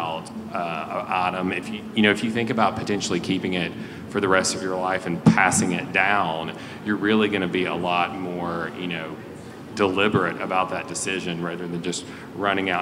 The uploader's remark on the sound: Live from WestEdge Design Fair Dallas Edition. A panel conversation recorded live from the WestEdge Design Fair, Dallas edition.